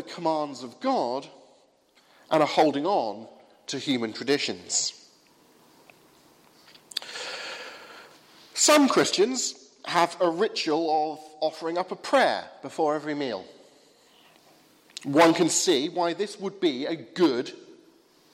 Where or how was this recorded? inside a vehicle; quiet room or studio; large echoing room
large echoing room